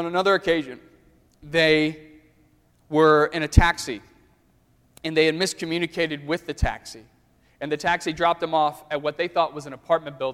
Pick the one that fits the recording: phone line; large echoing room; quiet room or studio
large echoing room